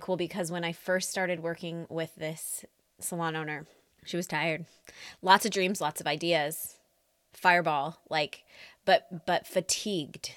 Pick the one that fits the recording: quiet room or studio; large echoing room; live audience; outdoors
quiet room or studio